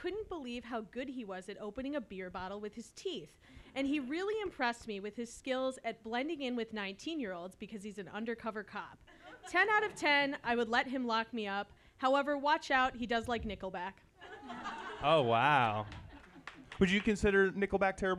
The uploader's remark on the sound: Live recording of Quiz-o!